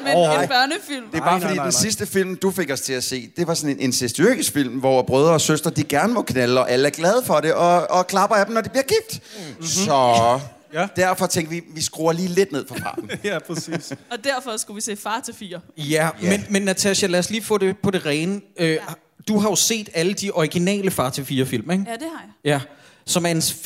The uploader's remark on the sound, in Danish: Vi er LIVE på Bremen